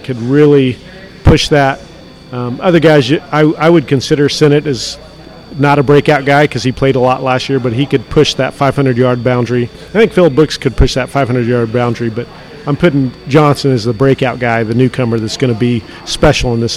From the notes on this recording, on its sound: LIVE from Manhattan Brewing Company. The greatest brewery in the state of kansas.